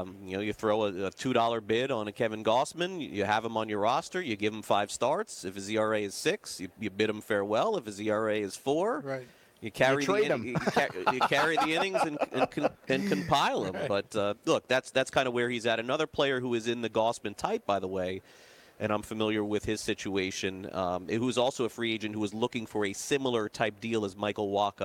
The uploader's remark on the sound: LIVE FROM THE MLB WINTER MEETINGS